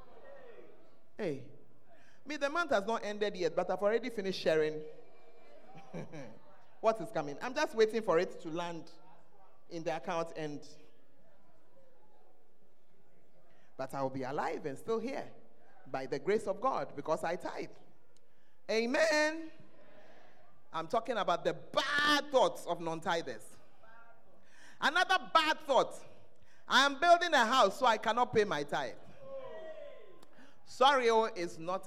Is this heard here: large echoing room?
yes